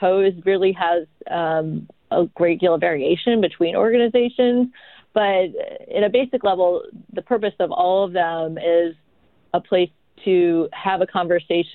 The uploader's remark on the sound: THIS PODCAST WAS RECORDED THROUGH THE PHONE FOR THE HEALTH AND SAFETY OF ALL PARTICIPANTS AND TO FOLLOW CURRENT RECOMMENDED HEALTH GUIDELINES.